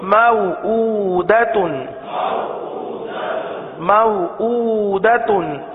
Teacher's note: کھڑی حرکات کو ایک الف یعنی دو حرکات کے برابر کھینچ کر پڑھیں گے